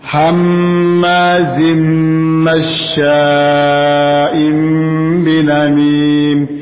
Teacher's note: Im dengungan, bibir atas dan bawah bertemu, merapat.